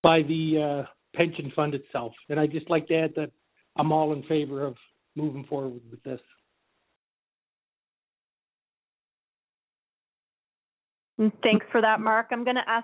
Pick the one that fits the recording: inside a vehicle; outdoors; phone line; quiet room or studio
phone line